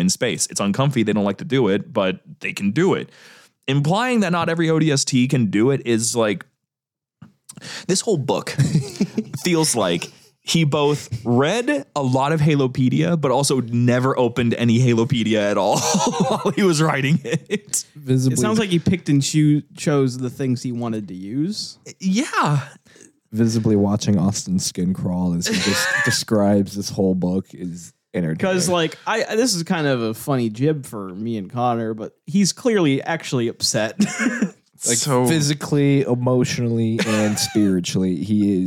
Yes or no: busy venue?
no